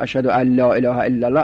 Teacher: اون نونش چون با لام قریب المخرجه، نون قلب به لام میشه، لام در لام ادغام میشه، اجتماع حرفین متقاربین که شد اولی ساکن باشد دومی متحرک، اون اولی رو از جنس دومی میسازند و در دومی ادغام میکنند.